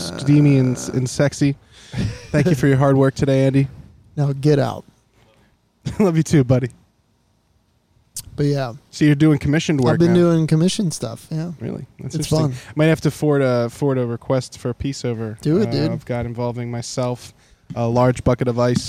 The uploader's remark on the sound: In-person interview live from the Green Room at Reverb in Reading,PA! We take questions from the fans.